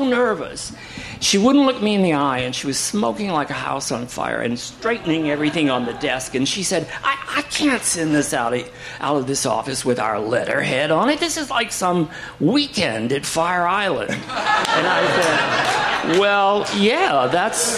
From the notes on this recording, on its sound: Live from Joe's Pub in New York City